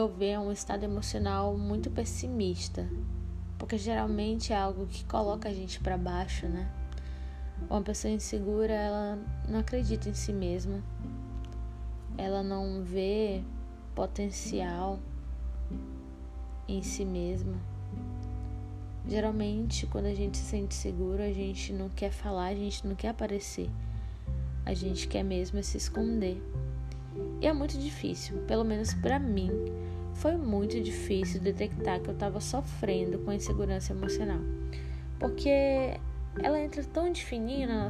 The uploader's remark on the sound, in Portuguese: esse piloto foi gravado e editado apenas com no celular